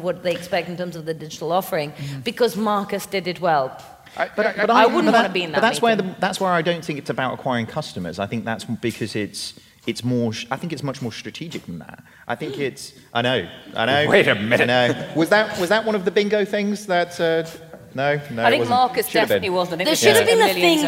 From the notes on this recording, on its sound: Recorded live in London